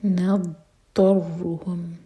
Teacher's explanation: ضاد ساكن زبان کی سائڈ سے اور تھوڑا سا ٹائم دیں گے · Term: استطالہ